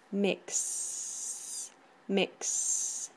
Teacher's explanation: termina en un sonido donde no vibra la garganta · Term: sin vibración